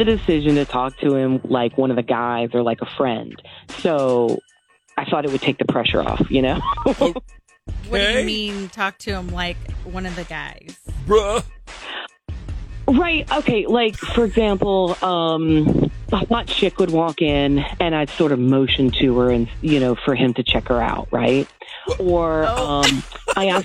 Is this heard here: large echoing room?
no